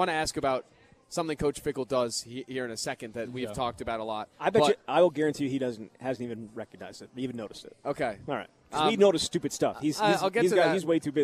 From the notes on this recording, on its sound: live from Monk's in Sun Prairie